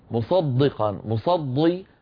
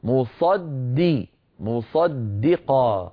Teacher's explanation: بعد أن نفخم الصاد نرقق الدال · Shown in: second take · Term: دال مرققة